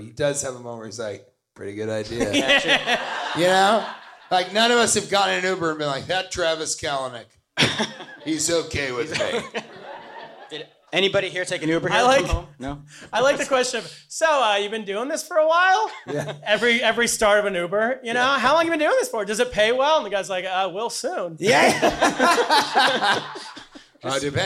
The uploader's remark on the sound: Live From Stand Up NY. Live comedy extravaganza.